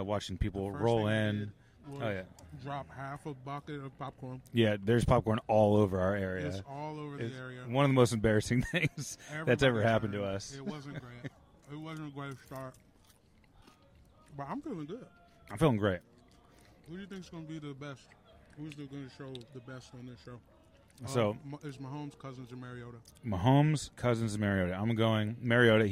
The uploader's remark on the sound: Live from the Netflix Quarterback Premiere